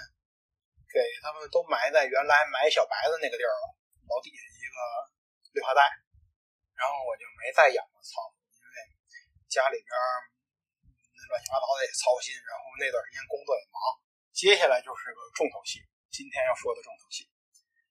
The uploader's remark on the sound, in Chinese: 第一次做，本期节目音质不佳。